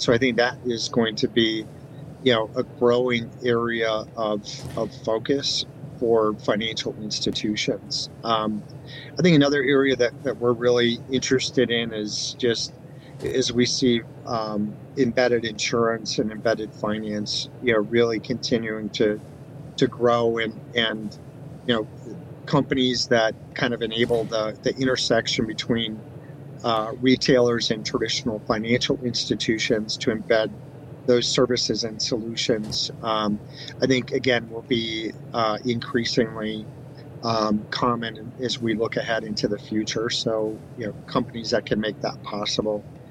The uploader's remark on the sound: LIVE FROM MONEY 20/20